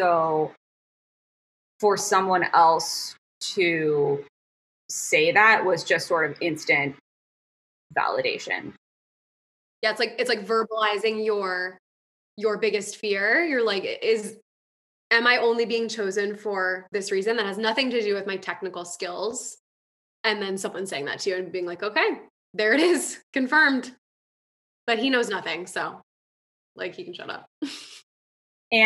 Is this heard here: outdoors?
no